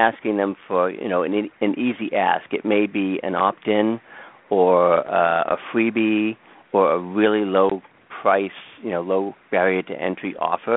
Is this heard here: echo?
no